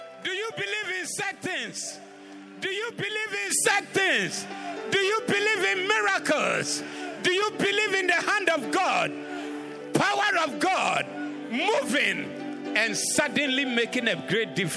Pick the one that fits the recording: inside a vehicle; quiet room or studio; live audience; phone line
live audience